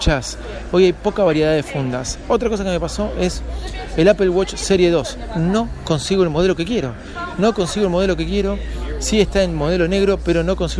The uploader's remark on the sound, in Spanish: En vivo desde la Apple store de San Francisco